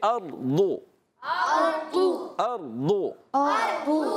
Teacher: ایسا محسوس ہوگا جیسے دال کو ہم موٹا کر کے پڑھ رہے ہیں مگر وہ ڈال نہیں ہوگا اردو اردو نہیں ہوگا اچھا اردو دال کے مخرج سے بھی · Term: دواد